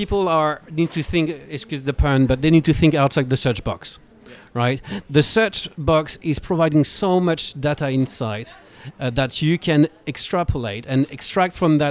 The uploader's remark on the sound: Live from #AWEurope. Joins the podcast live from Advertising Week Europe.